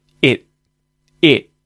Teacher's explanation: And the second T at the end of it is stopped. It's not released.